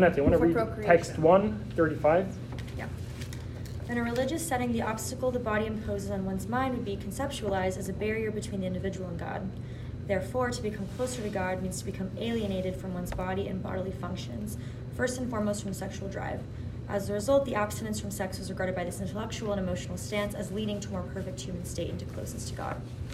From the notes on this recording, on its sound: This episode is a recording of Lesson 2 of the Wednesday Night Torah class at YJP